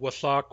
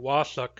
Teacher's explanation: Wasak is short long, wasuk is long short.